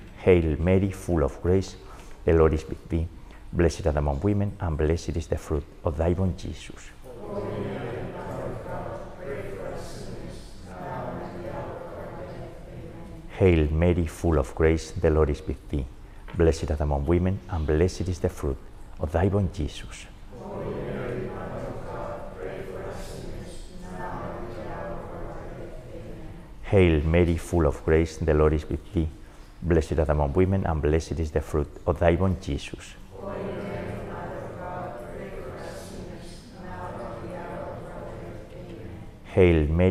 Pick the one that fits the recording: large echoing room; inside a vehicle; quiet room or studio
large echoing room